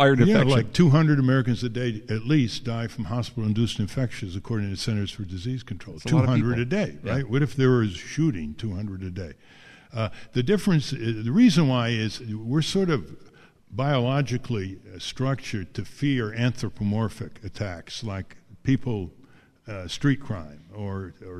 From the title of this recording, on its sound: Live From Ralph Nader's American Museum of Tort Law